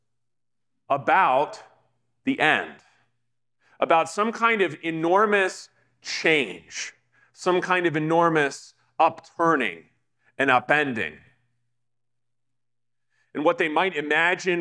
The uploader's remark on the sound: talk given at the Digital Catacombs Conference at Trinity Lutheran Church in Denver, Colorado.